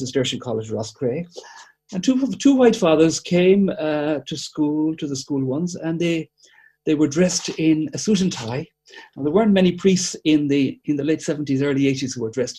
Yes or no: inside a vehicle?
no